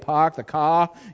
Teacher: The people up in New England have that Boston accent where they don't say the word R